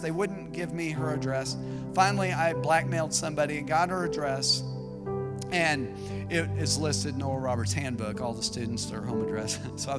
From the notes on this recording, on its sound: This message was preached at Vision Church located at The Jones Center in Springdale, AR.